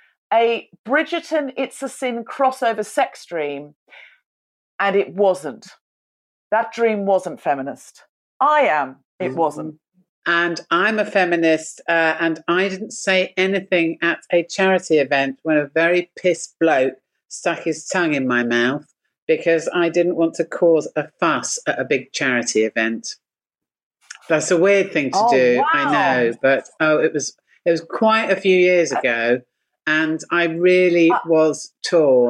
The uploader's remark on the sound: via Zoom